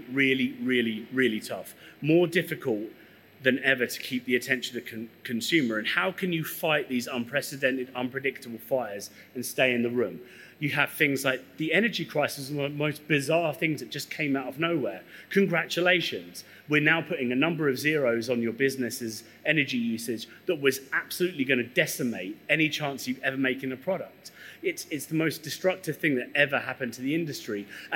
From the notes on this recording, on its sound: speak at our Brewers Lectures event hosted at Azvex Brewing Company in Liverpool